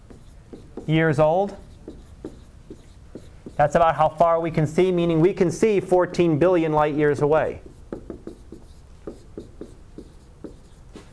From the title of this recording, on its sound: Live Class Lecture